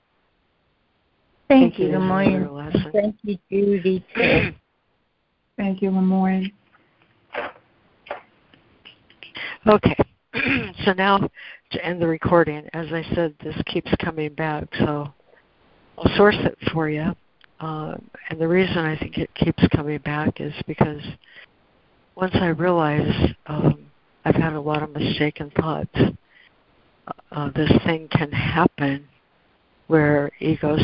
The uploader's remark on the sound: ACIM Daily Conference Call